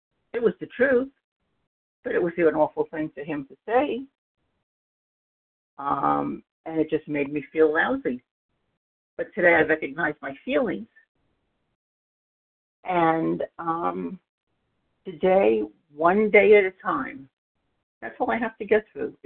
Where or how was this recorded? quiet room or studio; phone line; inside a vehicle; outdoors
phone line